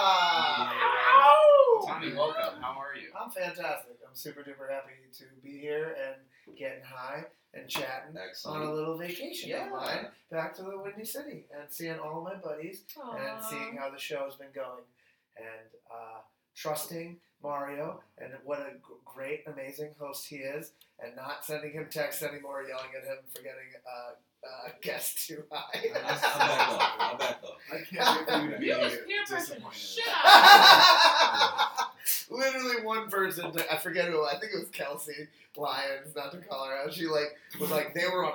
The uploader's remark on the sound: My producer and cat Buddy thought it would be interesting to unplug the mic because the cord looks like a snake; this sesh is recorded off the laptop mic.